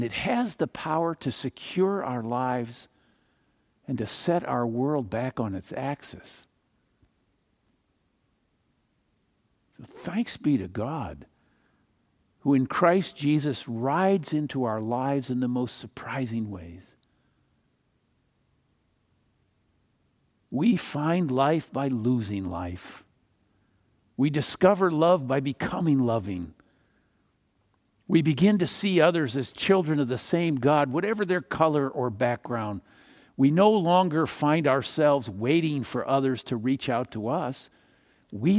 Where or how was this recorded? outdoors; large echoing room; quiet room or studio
large echoing room